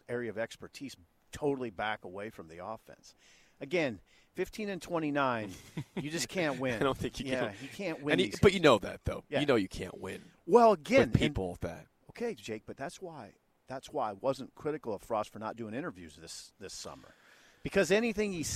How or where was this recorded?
busy venue